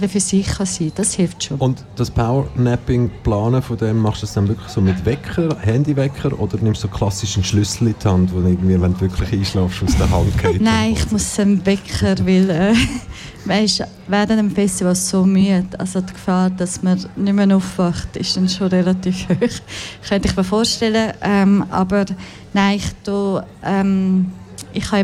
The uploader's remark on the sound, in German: Festivalausgabe live aus dem Merkerareal in Baden.